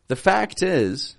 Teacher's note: we release the T in the word fact